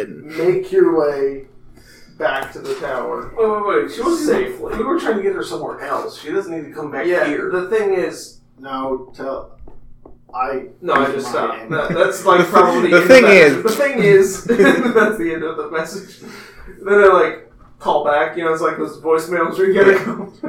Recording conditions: poor microphone